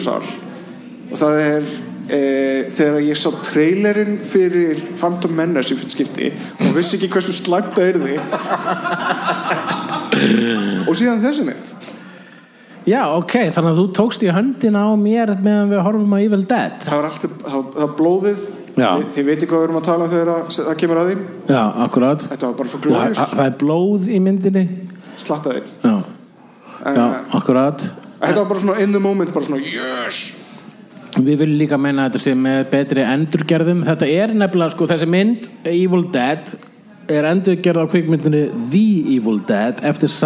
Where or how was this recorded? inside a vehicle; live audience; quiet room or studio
live audience